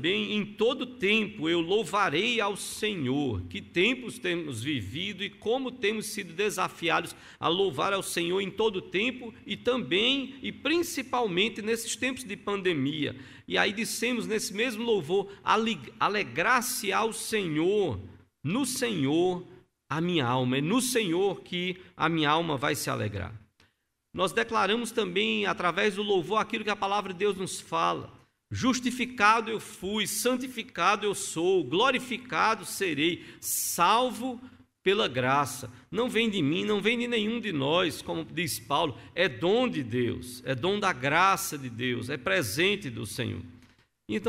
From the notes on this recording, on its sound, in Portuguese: No culto transmitido on-line a partir do templo no domingo (30/05/2021) à noite (18h), sem público conforme decreto do governo do estado de PE devido à Pandemia da COVID-19.